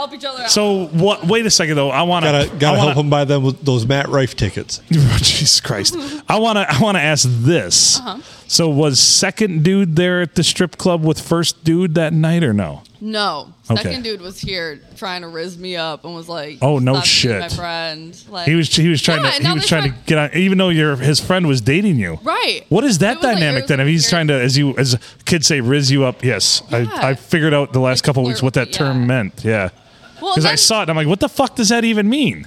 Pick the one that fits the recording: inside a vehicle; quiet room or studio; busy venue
busy venue